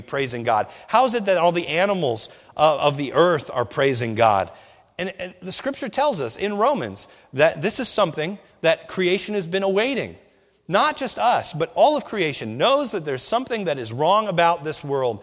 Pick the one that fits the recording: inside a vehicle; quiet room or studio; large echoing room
large echoing room